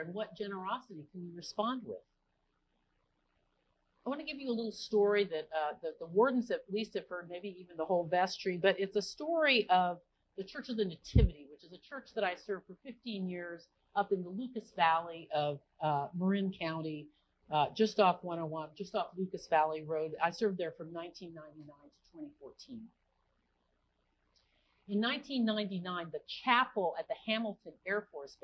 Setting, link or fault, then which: setting, large echoing room